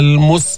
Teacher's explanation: السين فيها همس، السين ما فيها استعلاء